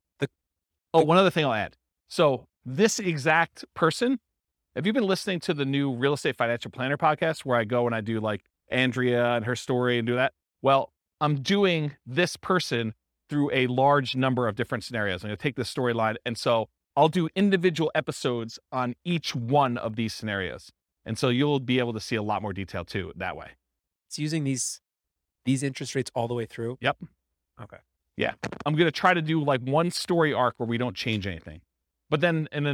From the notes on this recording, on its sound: This was a live class recorded